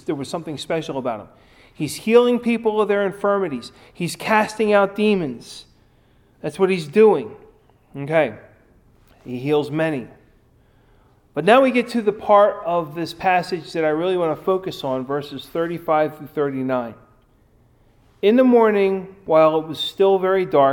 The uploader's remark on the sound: Recorded at Ebenezer UMC